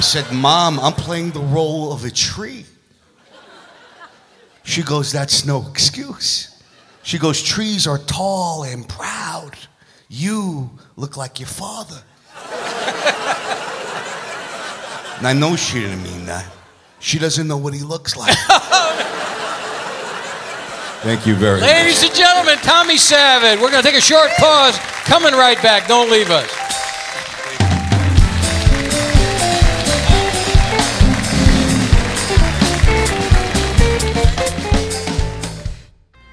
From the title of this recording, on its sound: Live at the Southpoint 06-02-2016